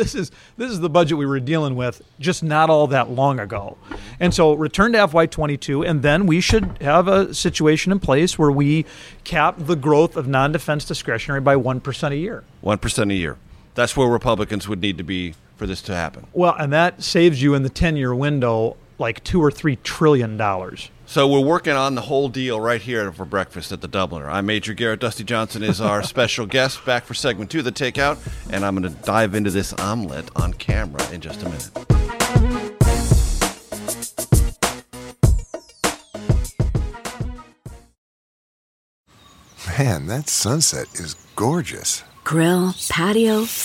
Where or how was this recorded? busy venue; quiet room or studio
busy venue